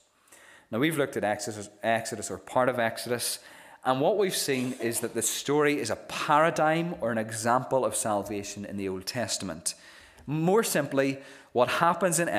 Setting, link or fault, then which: setting, large echoing room